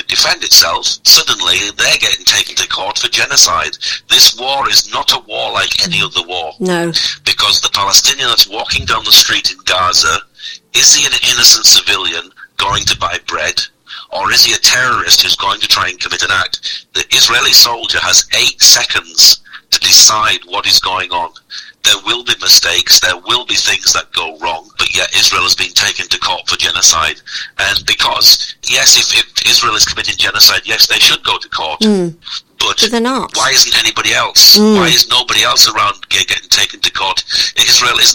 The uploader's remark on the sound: Phone interview. A Christian journalist living in Bethlehem.